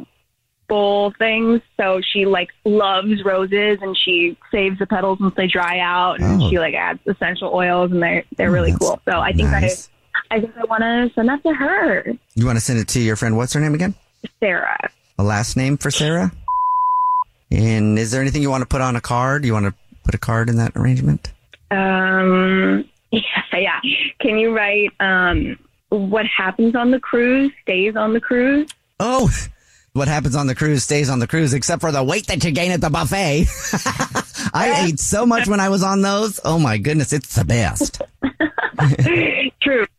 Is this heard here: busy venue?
no